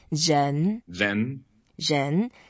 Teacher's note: And you have the zh sound. 人, second tone, go up slightly.